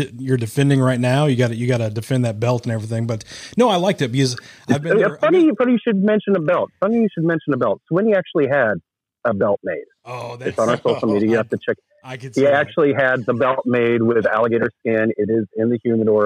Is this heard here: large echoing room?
no